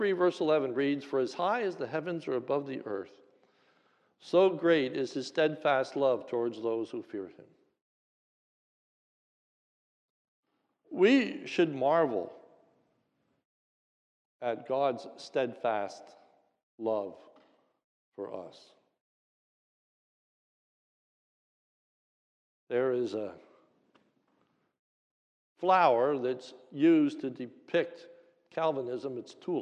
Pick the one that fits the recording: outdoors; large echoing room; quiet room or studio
large echoing room